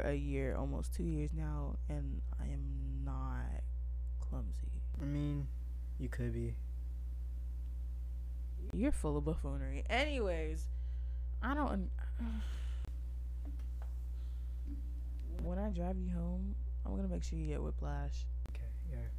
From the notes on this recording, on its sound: This is our first ever podcast so if the quality doesn't sound too great we're working on it so be patient.